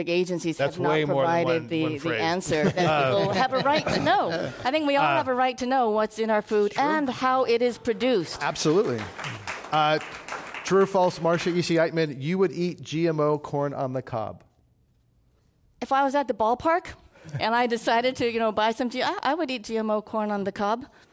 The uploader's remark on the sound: This program was recorded live at The Commonwealth Club in San Francisco on May 25, 2017.